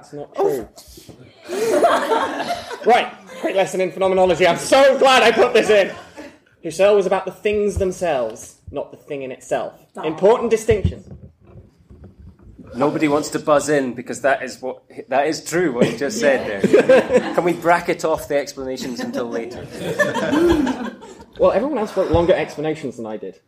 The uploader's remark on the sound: Recorded at BASR 2016.